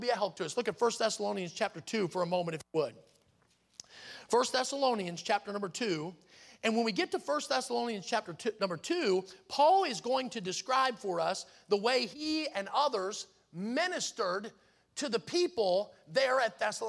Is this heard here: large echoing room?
yes